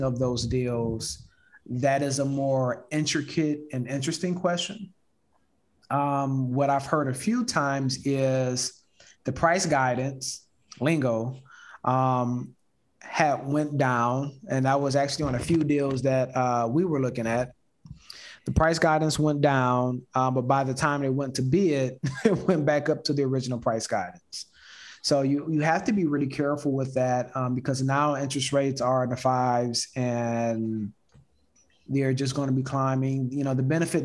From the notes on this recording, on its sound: Investors Gallery is a live call open to the public. Through this live zoom conference anyone can asks questions about their own investments, legal advice, or opportunities!